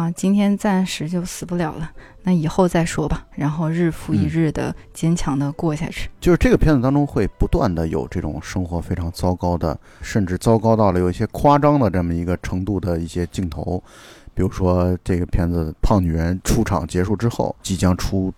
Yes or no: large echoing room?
no